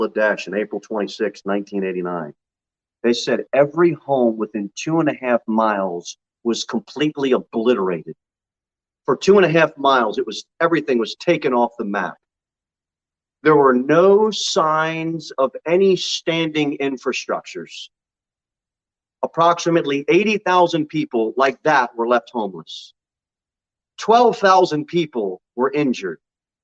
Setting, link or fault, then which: setting, large echoing room